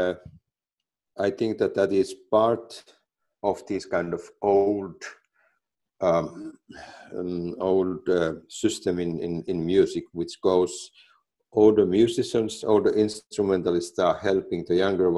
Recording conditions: video call